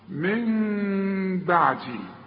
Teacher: يبقى هنا في ثلاث احكام، العلماء بيقولوا اقلاب هنقلب النون الى ميم، ونخفيها بالشفايف اخفاء مع الغنة، واسمع نطقها من بعدي، ما اقولش من بعدي واقولها نون، ولا اقولها ميم خالصة واقول من بعدي، يحصل انفراد في الشفايف.